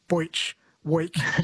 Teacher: Southerners tend to pronounce the E sound as an oi, like boich, week.